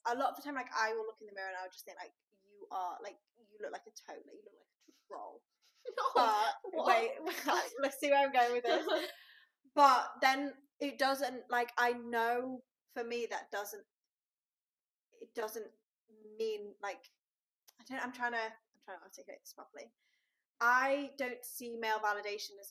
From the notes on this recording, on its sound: apologies about the audio quality, that's a little up & down in this episode